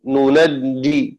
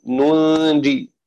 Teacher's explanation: قرأ شعبة بتشديد الجيم ومن ضرورته فتح النون · Shown in: first take · ننجي، وقرأ حفص بتخفيفها من ضرورته سكون النون ننجي.